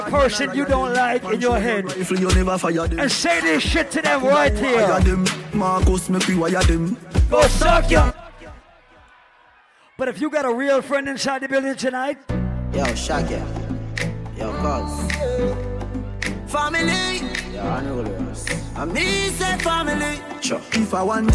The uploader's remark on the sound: LIVE AT ISLAND SATURDAYS ON FEB 24. LIVE AUDIO.